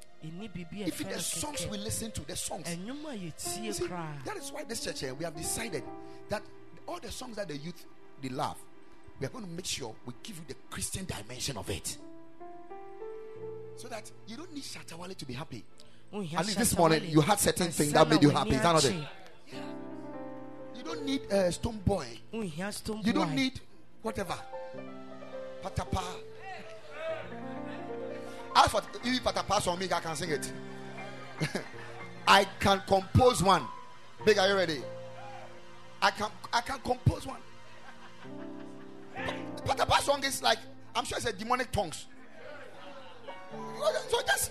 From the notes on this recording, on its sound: Preached at the Ekklesia Chapel